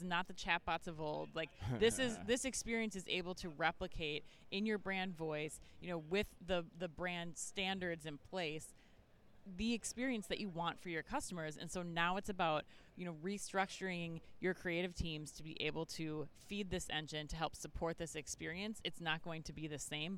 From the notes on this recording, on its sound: live from Shoptalk Europe in Barcelona